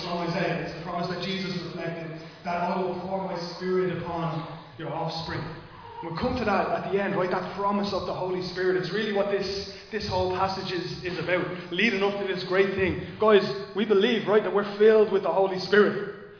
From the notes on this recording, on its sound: Recorded live in Liberty Church on 19 March 2023